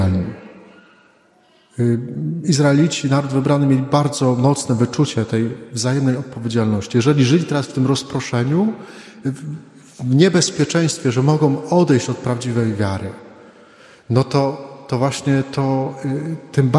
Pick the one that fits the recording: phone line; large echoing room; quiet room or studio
large echoing room